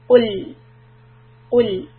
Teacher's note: for the lam, it doesn't have a dhamma, it has a sukoon. So that means my lips need to relax. Go back to a straight lip.